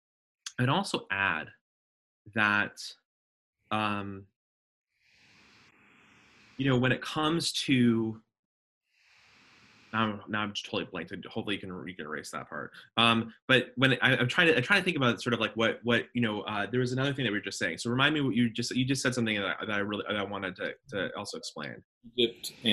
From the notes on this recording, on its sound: A Rabbi and a Pastor Walk into a Zoom Call.